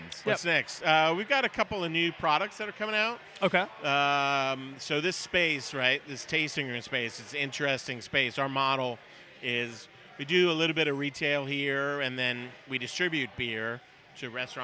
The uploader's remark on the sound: Go live at the Port Orleans Brewing Company in New Orleans where they podcast the Urban Land Institute's Membership Drive.